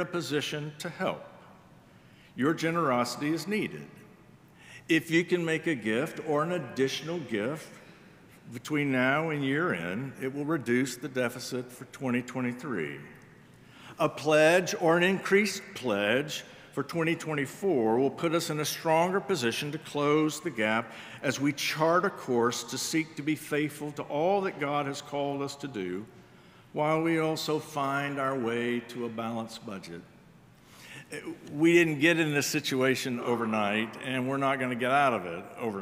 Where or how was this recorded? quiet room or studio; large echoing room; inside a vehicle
large echoing room